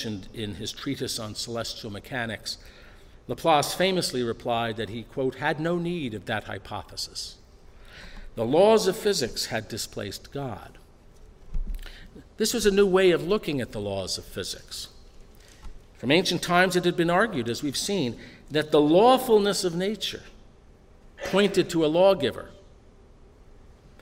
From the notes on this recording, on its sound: delivered at the University of Chicago on April 9, 2015.